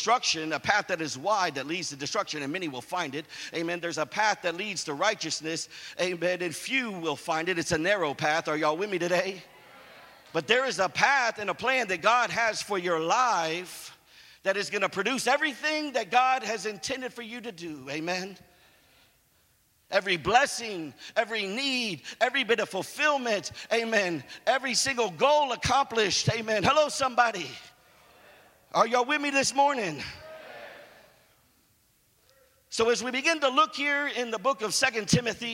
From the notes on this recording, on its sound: preached at "Fan the Flame" conference in Houston, TX 2017